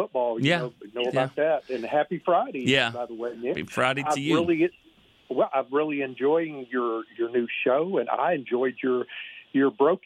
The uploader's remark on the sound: The phone lines were flooded as the fans are gearing up with their final thoughts and predictions.